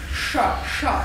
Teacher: egy ilyen fölhajlított nyelvet, a nyelv mellett húz el a levegő · Term: susogós hangot